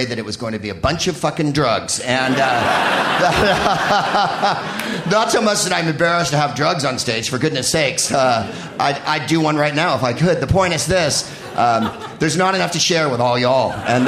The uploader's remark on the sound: Live appearance at Brooklyn's Bell House.